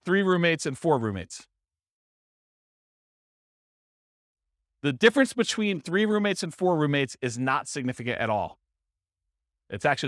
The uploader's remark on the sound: This was a live class recorded